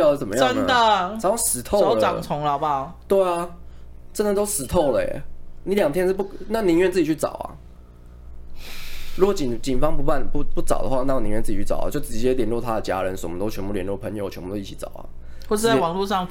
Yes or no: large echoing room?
no